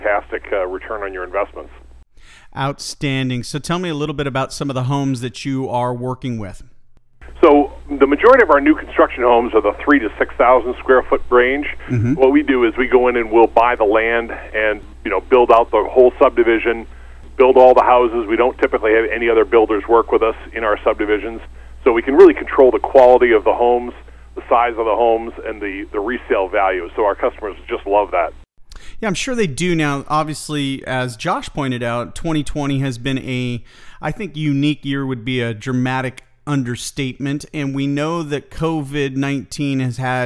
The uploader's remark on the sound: call in to SmallCapVoice